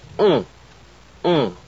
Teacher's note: And it's used for the combination of the letters O-N and O-M, either final or followed by a consonant, never if a vowel follows. First you say O, O, then open up the nasal passage and let some of the air flow out through the nose.